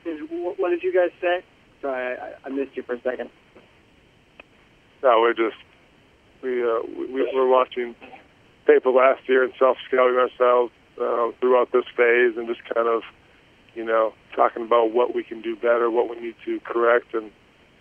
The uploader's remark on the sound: Conference Call. Jets WR Returns to the Facility and Speaks with the New York Media.